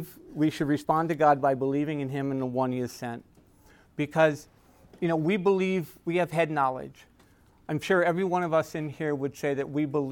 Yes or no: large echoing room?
yes